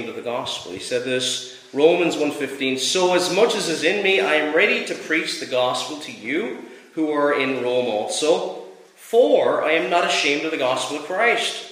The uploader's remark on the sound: Preached at Rathfriland Reformed Presbyterian Church on Sabbath evening on December 11th.